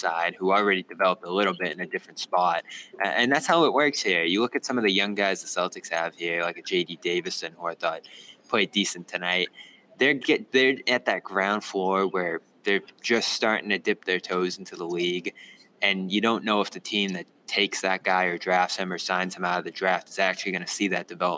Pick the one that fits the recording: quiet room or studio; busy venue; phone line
busy venue